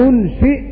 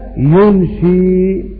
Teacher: حفص وغيره من القراء يقفون بهمزة ساكنة ينشئ، ولكن حمزة يقرأ بالإبدال